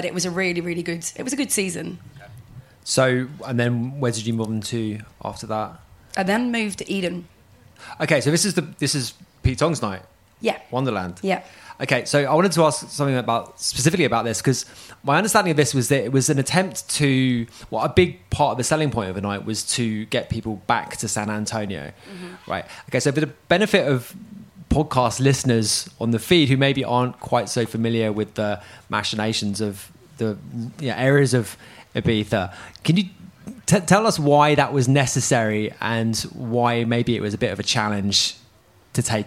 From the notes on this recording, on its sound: LIVE from IMS. Last week we were lucky enough to be invited to record three podcasts at the International Music Summit in Ibiza , better known as IMS.